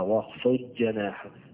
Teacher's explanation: الضاد مع الجيم من الممكن إدغامها زي ما هيدغمها البعض القراء زي أبو عمرو وغيره، هنا لقرب المخرج، مخرج الضاد من مخرج الجيم، فلذلك هيقرأها واخفض جناحك، يبقى هيضيع الضاد خالص مش هيقراها، هيقرأ الجيم فقط، وباقي القراء هيفصل بين الاثنين واخفض جناحك.